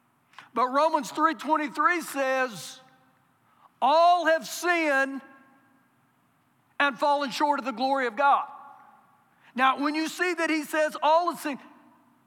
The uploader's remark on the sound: Recorded live during our Sunday morning service